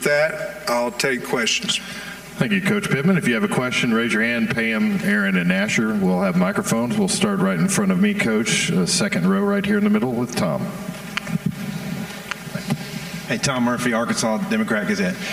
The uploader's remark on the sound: live from the Podium at SEC Media Days